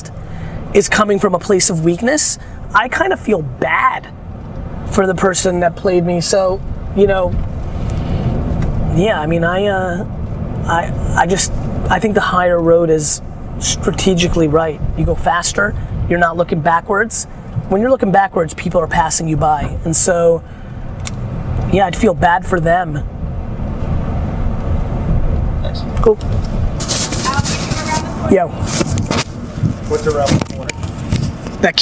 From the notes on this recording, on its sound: To do a live Q&A in the car while traveling in Boston.